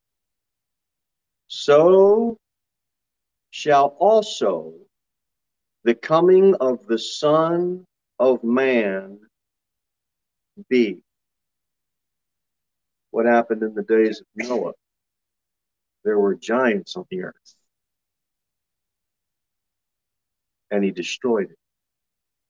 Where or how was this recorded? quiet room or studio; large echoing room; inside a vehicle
large echoing room